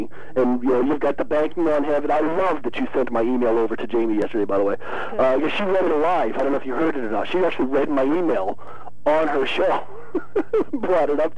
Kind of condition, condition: link, phone line